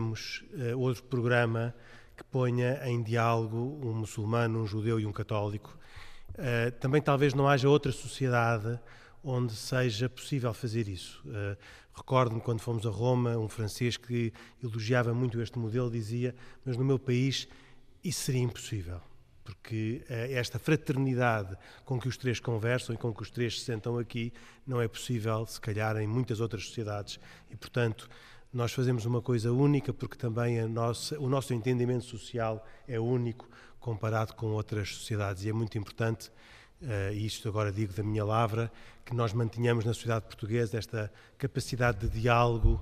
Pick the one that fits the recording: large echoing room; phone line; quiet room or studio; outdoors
large echoing room